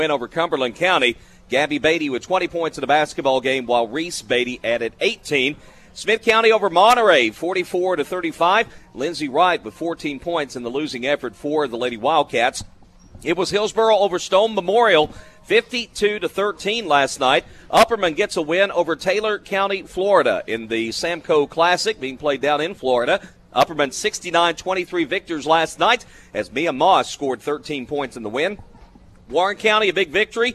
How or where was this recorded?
busy venue